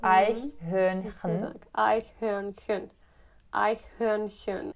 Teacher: Tak tam je asi největší problém kombinace těch měkkých ch, ich laut, a do toho ještě o umlaut.